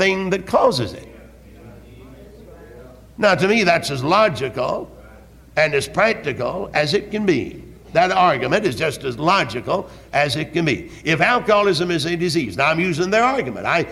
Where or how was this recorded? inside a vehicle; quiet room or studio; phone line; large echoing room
large echoing room